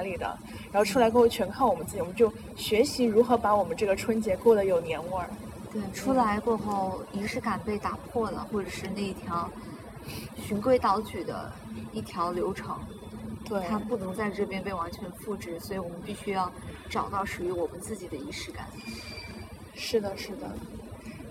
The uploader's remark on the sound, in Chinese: 本期节目的录制环境由于是在室外，因此收听过程中听众朋友们会听到一些杂音